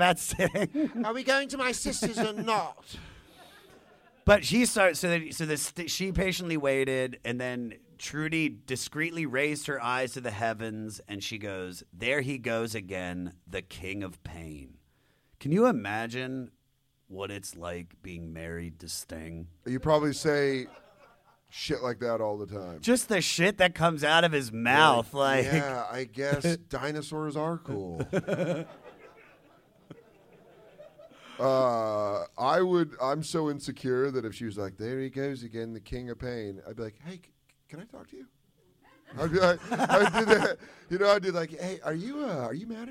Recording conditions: live audience